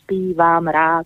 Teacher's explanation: čeština nemá rytmický zákon krátenia, majú tri dĺžky po sebe, to znamená spívam, rád, ako to má tango, Áno.